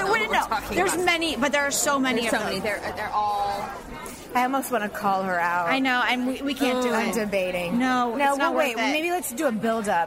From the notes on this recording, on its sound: 3 bitchy podcasters are in London and record their bitch sesh at a local pub.